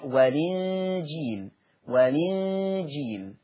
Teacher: اللفظ الثاني والإنجيل، فهذا اللفظ فيه النقل، تنتقل حركة الهمزة، الهمزة المكسورة دي الكسر ينتقل إلى اللام فيصير المنطوق لام مكسورة